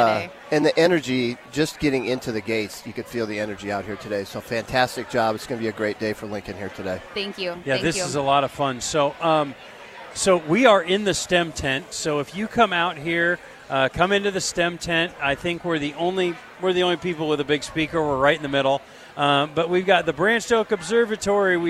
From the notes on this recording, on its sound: LIVE from Lincoln Airshow